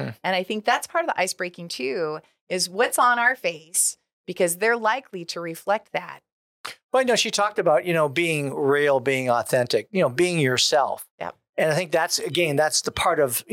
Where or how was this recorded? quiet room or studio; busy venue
quiet room or studio